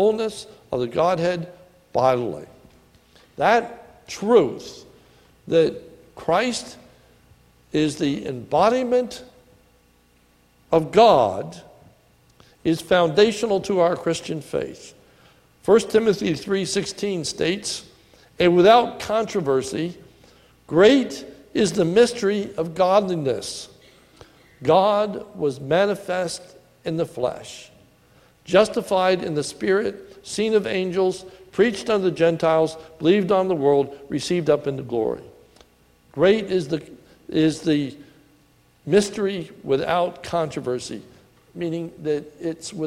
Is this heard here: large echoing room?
yes